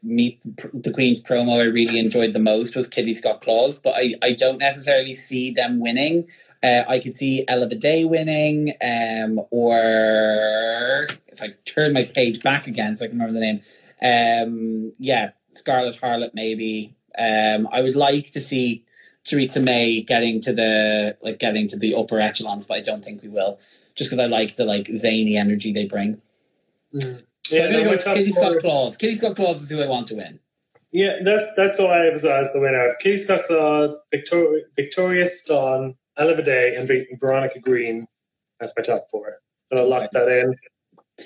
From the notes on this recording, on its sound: This is the feed of an Instagram Live